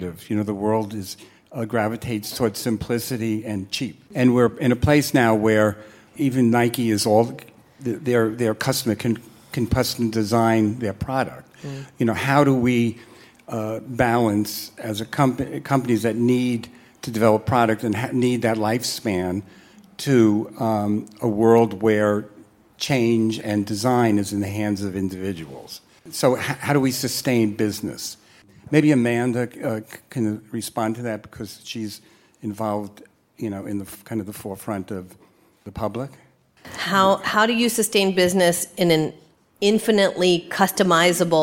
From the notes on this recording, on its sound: Taped live at a Be Original Americas event in Los Angeles, we conducted 6 lightning round interviews with leaders in different areas of design and architecture.